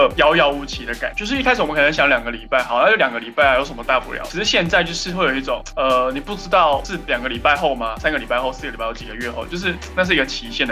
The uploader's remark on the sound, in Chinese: Google Meet錄podcasts初體驗。這次是用Google Meet。